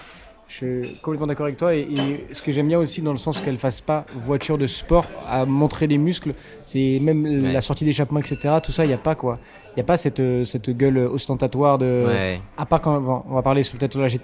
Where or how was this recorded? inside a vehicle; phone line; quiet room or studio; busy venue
busy venue